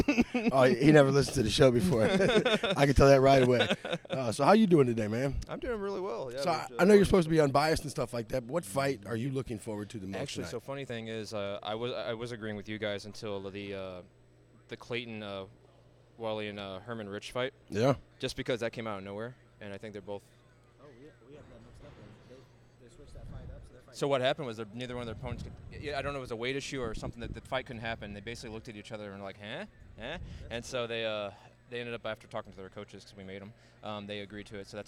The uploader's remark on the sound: The Wright Lane went live from MMA promotion NFA NEMESIS X. The Wright Lane went live from MMA promotion NFA NEMESIS X. Here is a couple of interviews from the LIVE show.